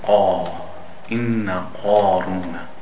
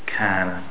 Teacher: So the qaf, you open the mouth vertically, and the kaf, the thin letters, you make it horizontal.